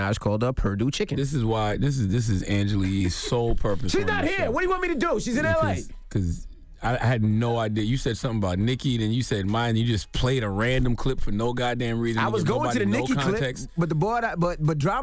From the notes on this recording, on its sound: we opened up the phone lines